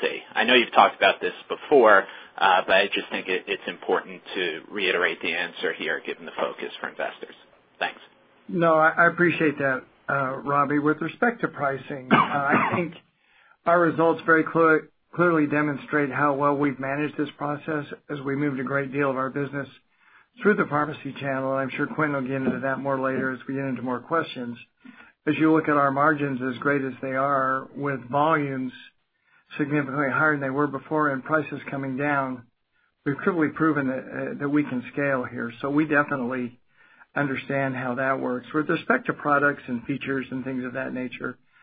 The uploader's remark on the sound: Q3 2020 Earnings Conference Call